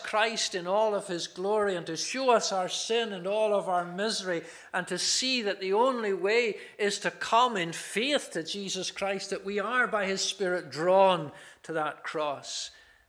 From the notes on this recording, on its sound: This is the recording of the Bible reading and sermon from our morning service.